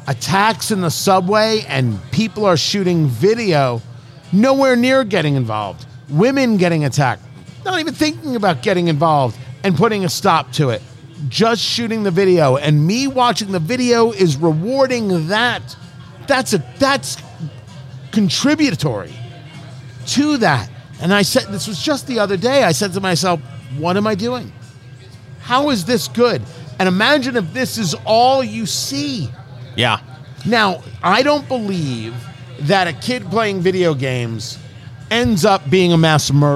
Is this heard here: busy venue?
yes